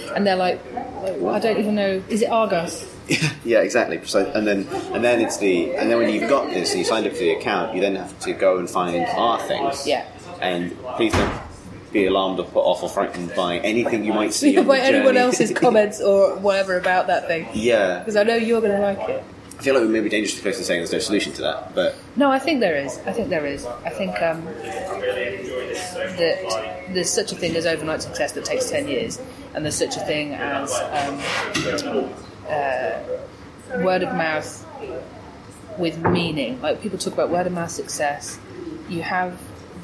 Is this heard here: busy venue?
yes